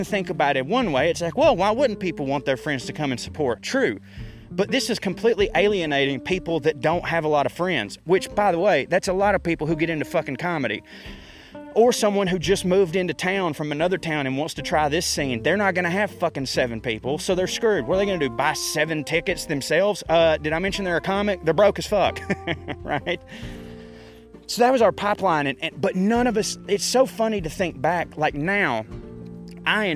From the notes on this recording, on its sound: Naturally I ranted into my microphone whilst strolling thru the park.